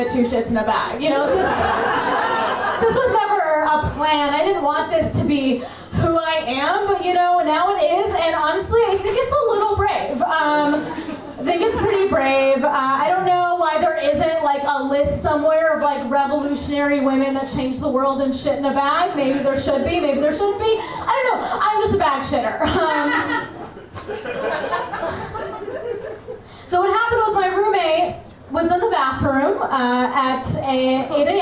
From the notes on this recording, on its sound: This week’s episode features two live stories.